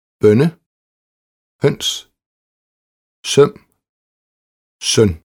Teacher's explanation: Kort og langt åbent ø. Foran M og N. Næsten som i det svenske sjøen.